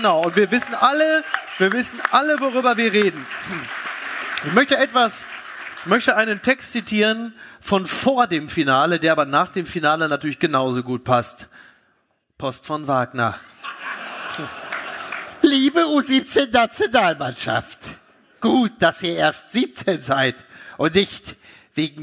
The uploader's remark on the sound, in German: LIVE AUS HAMBURG. Unser Live-Auftritt.